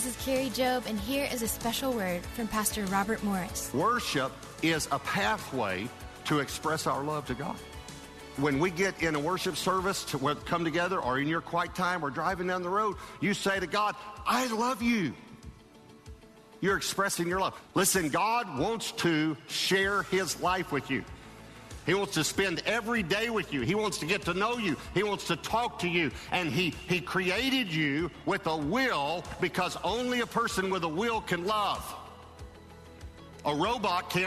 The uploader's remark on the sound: Live from Florida State Capital, Tallahassee